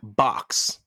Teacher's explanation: Box ends in a KS sound, both unvoiced.